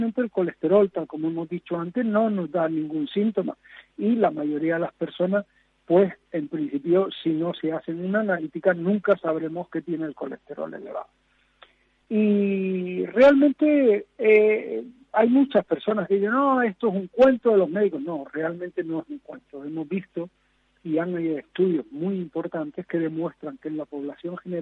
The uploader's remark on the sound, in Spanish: Cuenta con la importante participación de los oyentes que llaman por teléfono para denunciar casos significativos o para alertarnos de noticias que suceden al instante. También se suelen recibir algunas llamadas de canarios u otras personas residentes en la geografía peninsular y en distintos países extranjeros que nos escuchan a través de Internet.